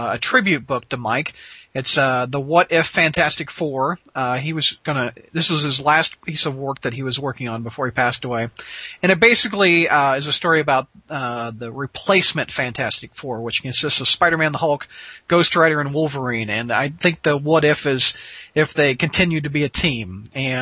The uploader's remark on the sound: We wrap up our second hour of our live caller edition.